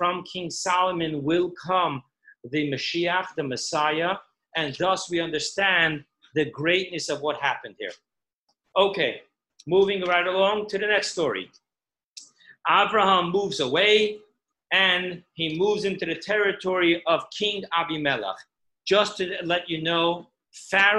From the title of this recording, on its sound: Zoom Class 5781